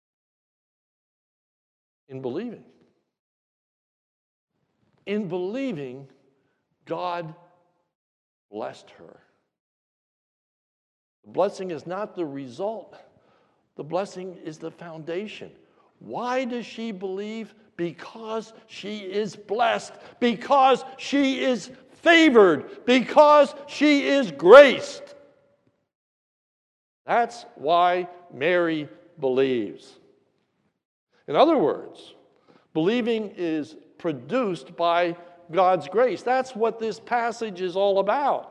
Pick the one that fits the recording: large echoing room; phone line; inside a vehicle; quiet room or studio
large echoing room